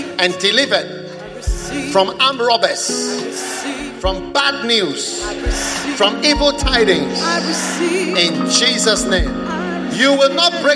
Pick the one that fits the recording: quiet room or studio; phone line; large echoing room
large echoing room